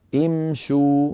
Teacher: المثال الأول الذي نرى قوله تعالى: أن امشوا، هذا في الوصل، أما لو أردنا أن نبدأ بها فإننا نبدأ بها امشوا بهمزة مكسورة، ولا تغرنا الضمة التي على الشين